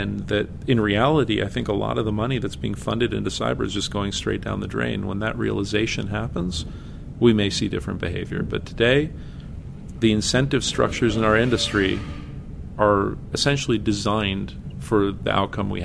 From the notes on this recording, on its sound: at their yearly conference, CONVERGE